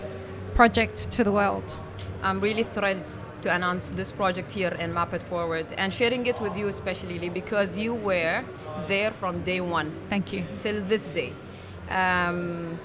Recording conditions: busy venue